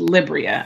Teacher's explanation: Damn. So the stress is on the first syllable. It's Libria.